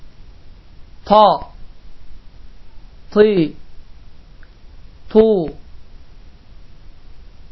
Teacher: bu hərfin məxrəci dediyimiz kimi dilin ucunu damağa toxundurmaqla və ağızda elə bil ki bir partlayış baş verməklə əda olunur. Və dediyim kimi bu hərif qalın hərflərdəndir. · Term: ta hərfi